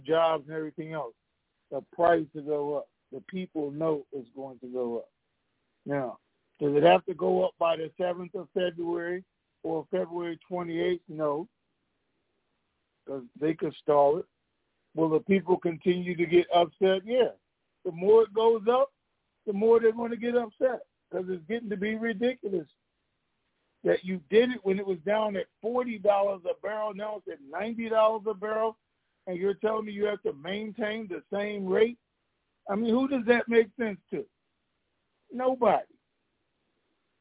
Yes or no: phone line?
yes